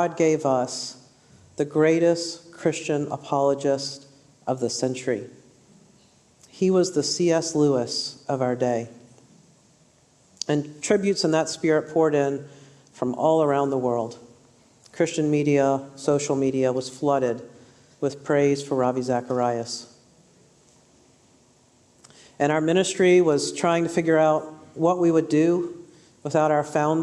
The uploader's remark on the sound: A highlight session from this year’s Restore Conference.